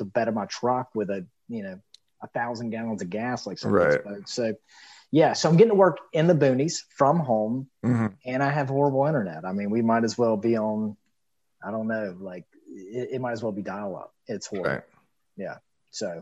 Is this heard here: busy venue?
no